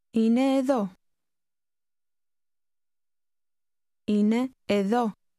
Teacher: And now try to say, it's here. The two words will sound like one.